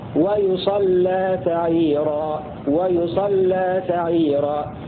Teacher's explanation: بضم الياء وفتح الصاد وتشديد اللام